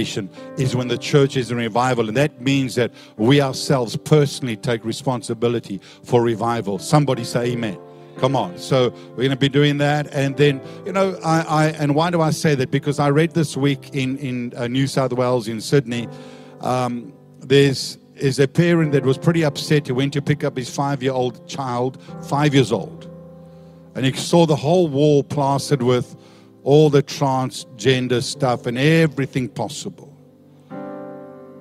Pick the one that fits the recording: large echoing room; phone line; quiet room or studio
large echoing room